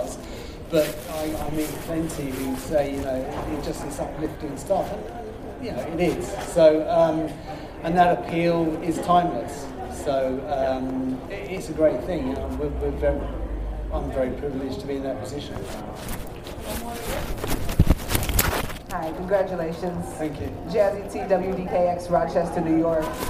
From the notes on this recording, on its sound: we take you inside the venue for the Press Conference